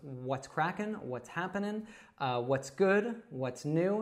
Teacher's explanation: So we can say what's happening, but often we'll drop that G and we'll just say the N sound at the end